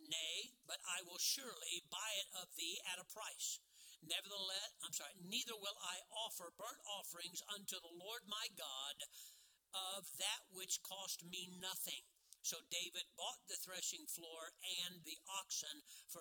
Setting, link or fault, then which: setting, large echoing room